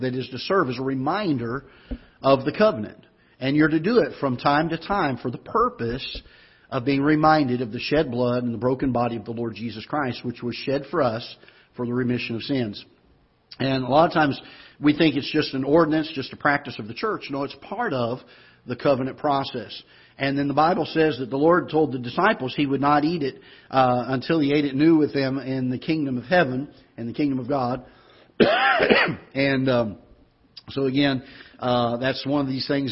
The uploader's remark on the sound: Ketha Heights Baptist Church ~ Live Broadcast.